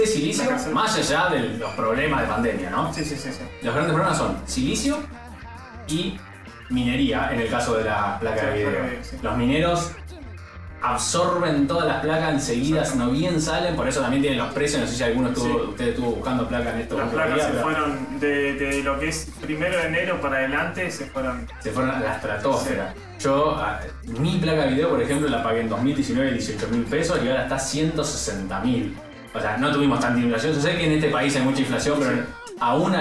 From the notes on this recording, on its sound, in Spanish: Este episodio contó con un desperfecto de sonido (los micrófonos decidieron no grabar), así que la calidad es bastante cuestionable.